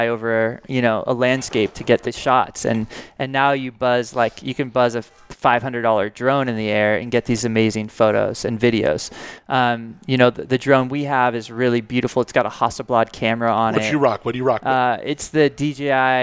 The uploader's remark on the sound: Takes you straight to the heart of the action at the Paso Wine Harvest Party. Recorded amidst the gorgeous surroundings of Fabelist Wine Company.